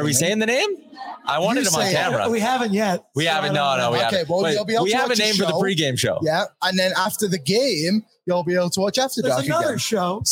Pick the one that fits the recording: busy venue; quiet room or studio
busy venue